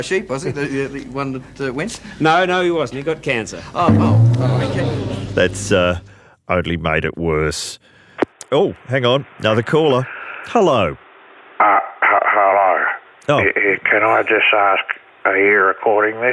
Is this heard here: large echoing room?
no